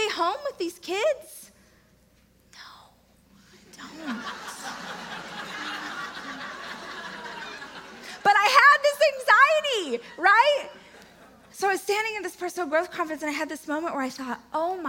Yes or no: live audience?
yes